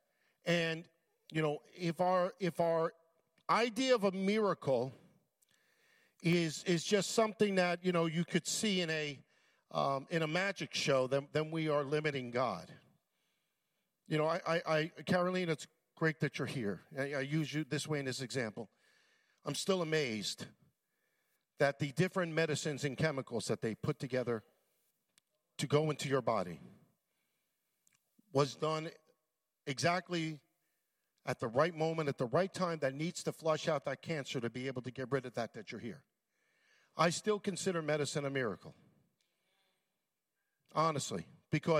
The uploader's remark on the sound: at Full Gospel Church Livingston, NJ.